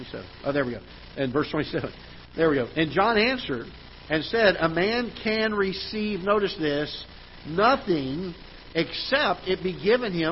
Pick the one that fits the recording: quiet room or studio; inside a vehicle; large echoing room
large echoing room